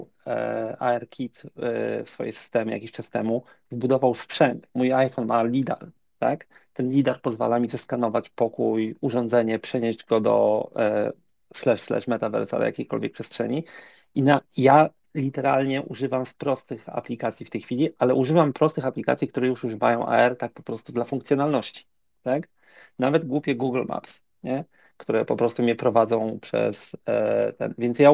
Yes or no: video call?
yes